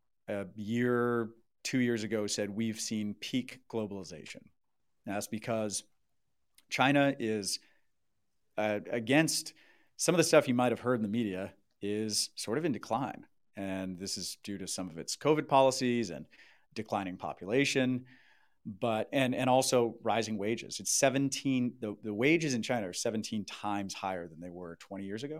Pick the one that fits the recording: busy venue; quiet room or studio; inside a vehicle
quiet room or studio